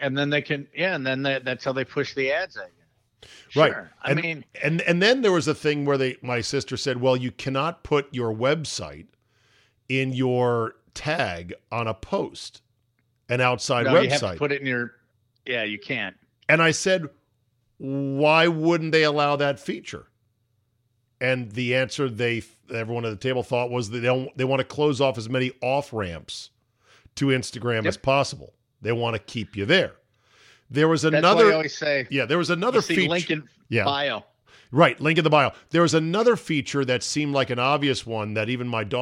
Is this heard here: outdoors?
no